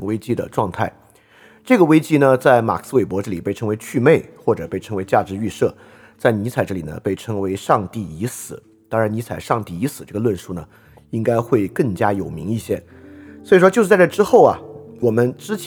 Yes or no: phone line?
no